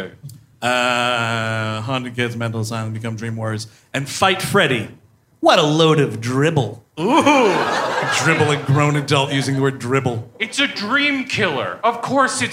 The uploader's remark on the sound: Live in Cleveland. At Hilarities in Cleveland, OH.